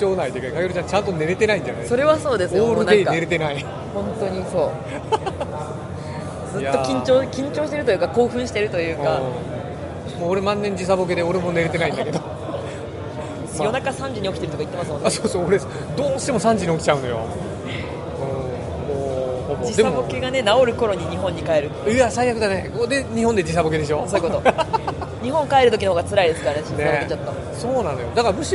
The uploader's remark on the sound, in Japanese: 海外ゲームショー遠征スロバキア編。GameDays2日目。会場のライブ収録のため、雑音が多く音声が聞こえにくい箇所が多々あります。